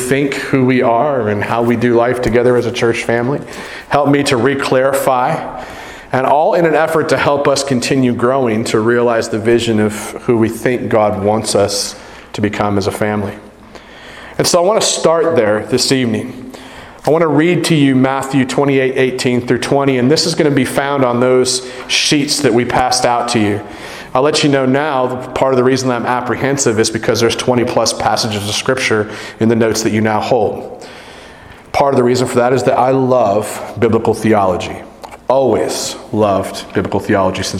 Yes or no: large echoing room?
yes